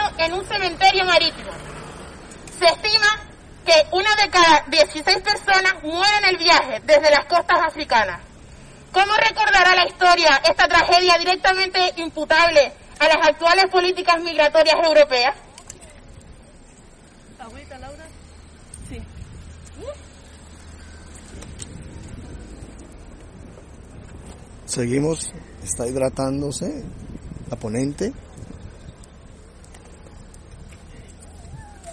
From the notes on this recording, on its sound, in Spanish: Estuvimos en directo desde El Puente de las Bolas en la capital de Arrecife apoyando la concentración contra el racismo en Lanzarote convocada por el grupo Antifacista de Canarias.